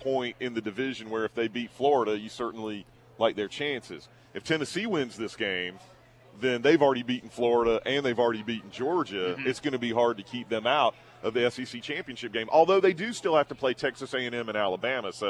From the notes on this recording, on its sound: broadcast live at the Chick-fil-A in Beechwood